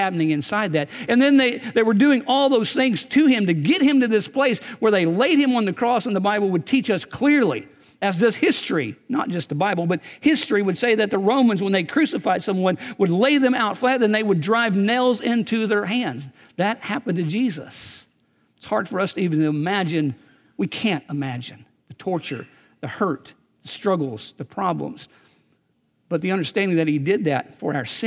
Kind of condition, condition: setting, large echoing room